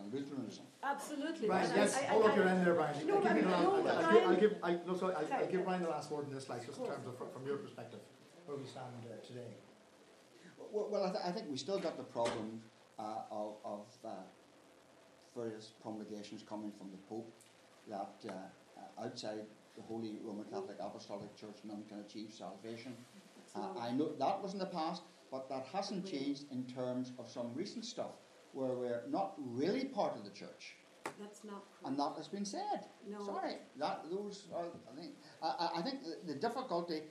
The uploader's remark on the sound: A History Ireland Hedge School recorded at at Belfast Fest. Of Ideas & Politics, Conor Hall, Belfast Campus, Ulster University, York Street.